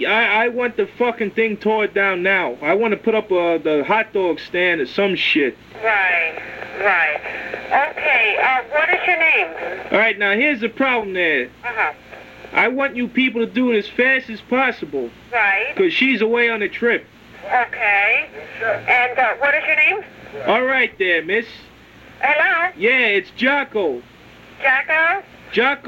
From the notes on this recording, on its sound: Prank Phone Calls